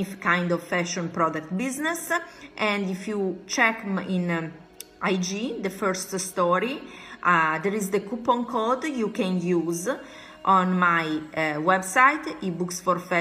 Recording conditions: phone or laptop microphone